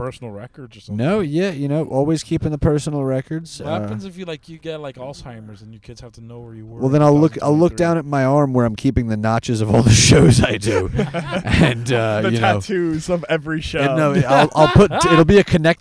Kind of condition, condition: setting, inside a vehicle